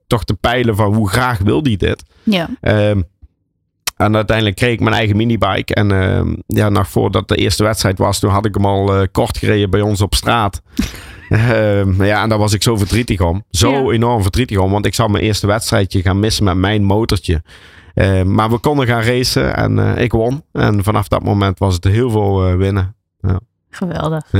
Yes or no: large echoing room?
no